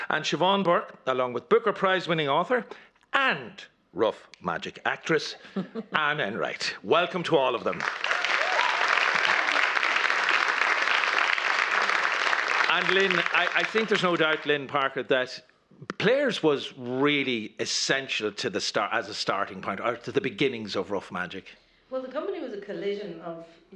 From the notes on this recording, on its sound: Tonight's Arena comes live from the Project Arts Centre in Temple Bar as Rough Magic celebrates 40 years.